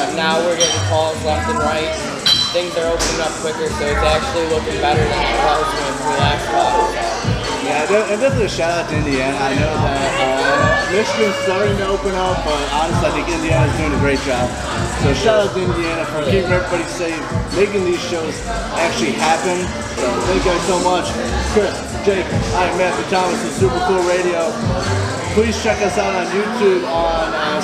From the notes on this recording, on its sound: Interview recorded at Smith's Downtown in Mishawaka, IN.